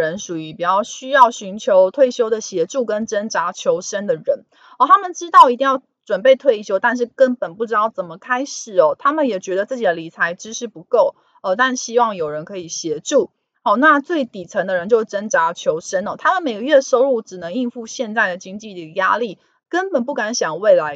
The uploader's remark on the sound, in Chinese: 本集有些許雜音，已亟力避免，如有察覺請多多包涵